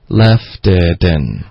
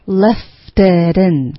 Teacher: left itin，对， left 的 t 的音会连读到 it，然后 it 的 t 的音也会连读到 in，可是两个 t 的音都会组化成一个 d 的音，然后就变成 left itin。